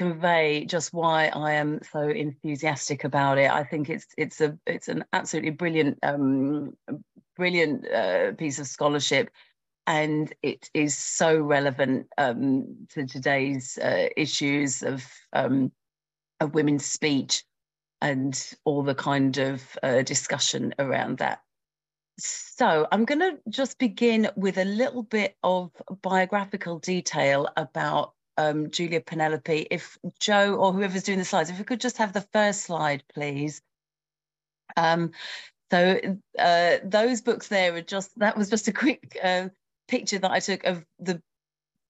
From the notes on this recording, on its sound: A live webinar